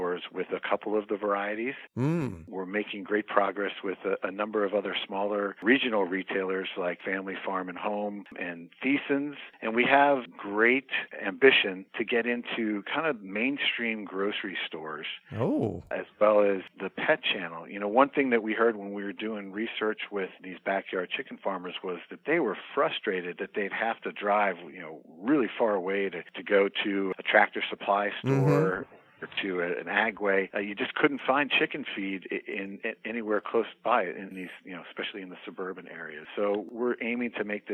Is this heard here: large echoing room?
no